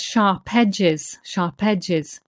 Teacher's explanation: what happens is that the P from sharp actually moves on to the second word because the second word starts with a vowel. So it becomes sharp edges, and that is a known problem with English listening, is that the vowel sound at the start of a word often causes a problem for the word before it.